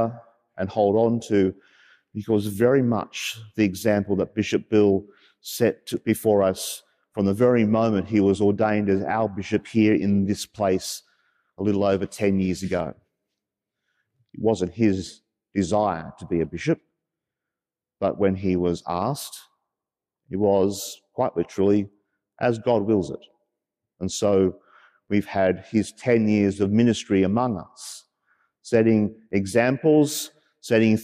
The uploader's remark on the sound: As preached during the 9.30am live-streamed Mass from Sacred Heart Cathedral, Hamilton.